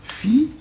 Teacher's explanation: C'est-à-dire qu'au lieu d'un iode, il oblige à prononcer un i · Term: diérèse